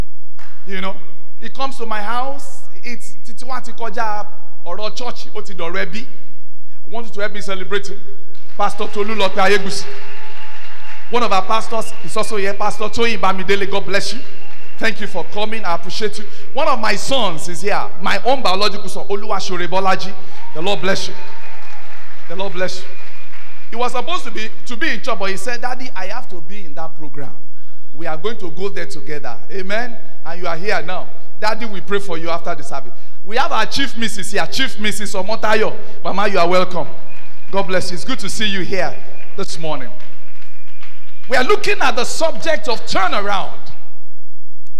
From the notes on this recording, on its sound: Birthday Thanksgiving & Prophetic Service. Covenant Champions Global Assembly LIVE Service.